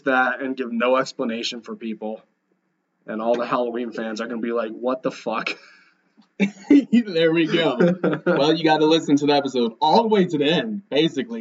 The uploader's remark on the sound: messed up with our microphones this week, so we apologize about the poor audio quality this episode